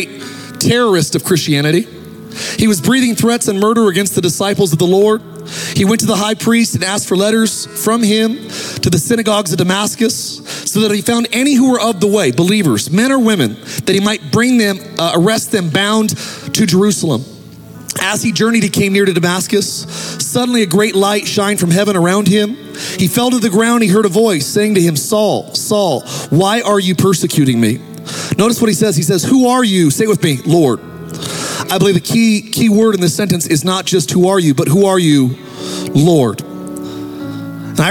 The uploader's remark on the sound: Recorded live at Capital Church in Meridian, Idaho